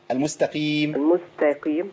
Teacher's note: القاف هنا ضعيفة لأنها مكسورة. نزلت تحت خالص في أدنى مراتب التفخيم